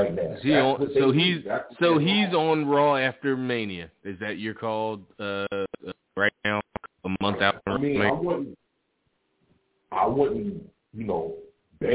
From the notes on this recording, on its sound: On this week's live show. Live calls and more. Weekly caller, email and tweet driven show.